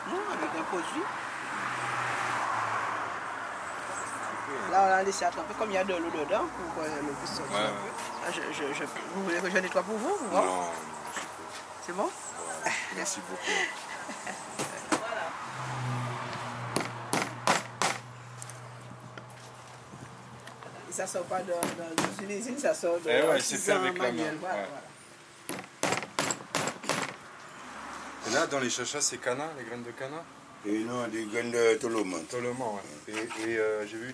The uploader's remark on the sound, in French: Cet épisode relatera les différentes étapes du carnaval par des enregistrements réalisés pendant les préparatifs, les répétitions et les défilés dans les différents quartier de Pointe à Pitre.